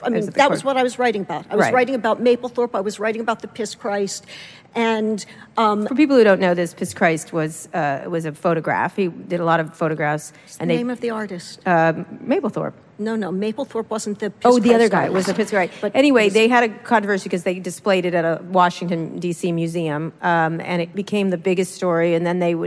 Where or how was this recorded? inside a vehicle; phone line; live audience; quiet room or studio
live audience